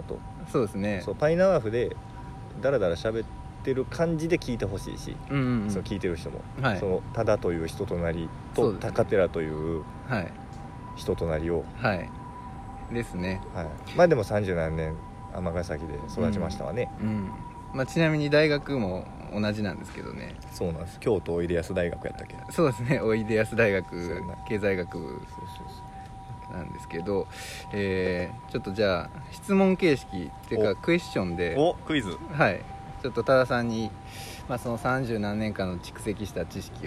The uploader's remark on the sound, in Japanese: 武庫之荘にあるカリカエ公園の石のベンチで収録しました。